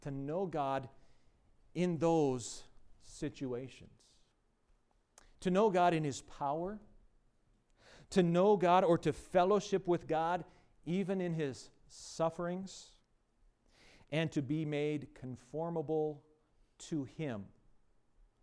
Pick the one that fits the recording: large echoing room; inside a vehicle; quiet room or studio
large echoing room